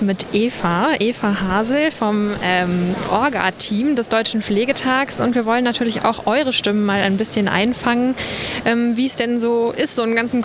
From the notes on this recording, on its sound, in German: SPEZIAL Live vom Deutschen Pflegetag (Tag 2).